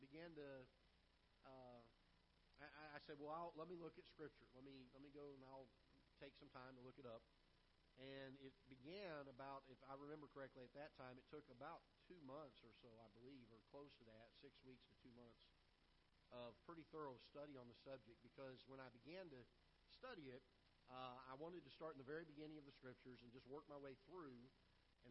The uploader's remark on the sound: Ketha Heights Baptist Church ~ Live Broadcast